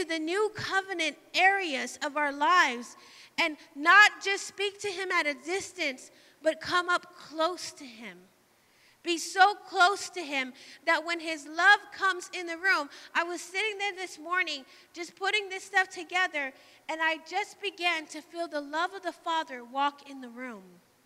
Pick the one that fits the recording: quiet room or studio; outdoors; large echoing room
large echoing room